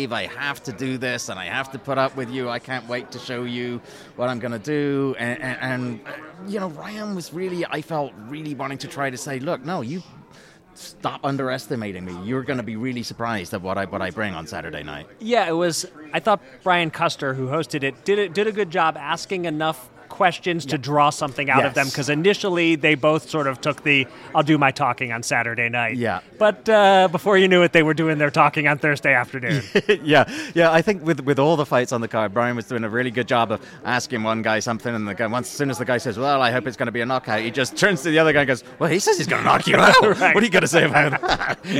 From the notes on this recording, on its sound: Live from Las Vegas.